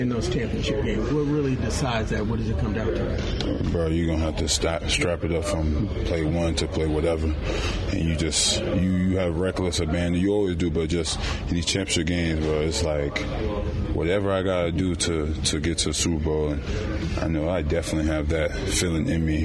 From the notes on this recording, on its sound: Chiefs locker room sound. When they were out at Arrowhead covering the Chiefs locker room before the huge AFC Championship game against the Baltimore Ravens.